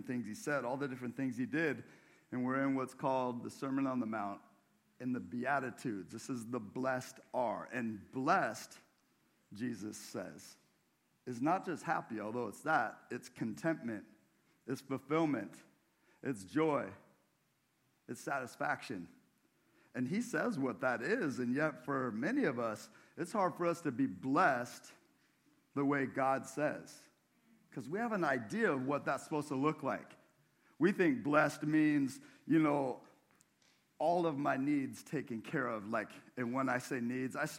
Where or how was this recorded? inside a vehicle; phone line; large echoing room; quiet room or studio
large echoing room